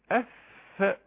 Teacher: ده اطراف الثنايا اللي اهو الثنايتين دولت العليين مع بطن الشفه · Term: حرف الفاء